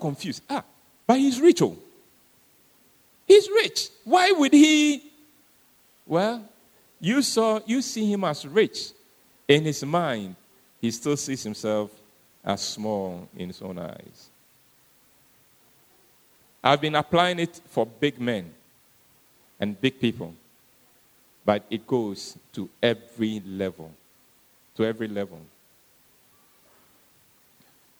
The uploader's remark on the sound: Sermon preached at CBC Adabraka Campus